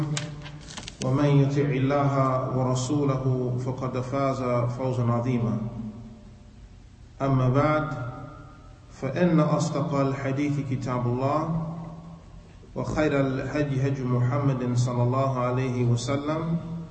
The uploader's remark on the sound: Lecture given at Masjid Nur Allah, Queens, NY